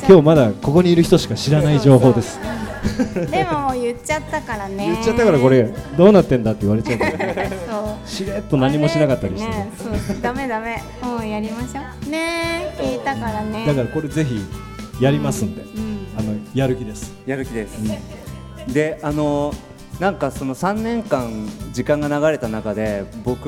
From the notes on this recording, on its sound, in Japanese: 公開収録